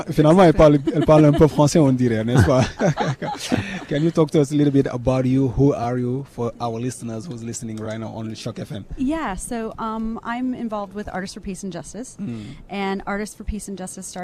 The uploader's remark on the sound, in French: En direct depuis la soirée de clôture du Caribbean Tales Film Festival, 20 Septembre 2018